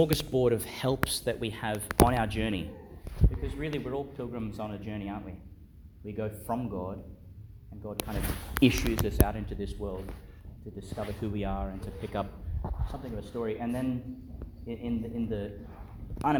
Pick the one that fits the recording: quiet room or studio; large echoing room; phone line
large echoing room